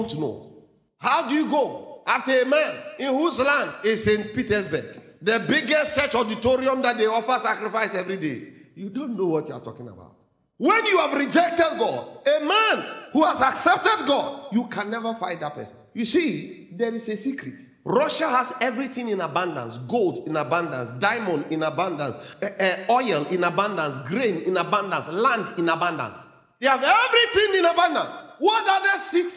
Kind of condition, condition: setting, large echoing room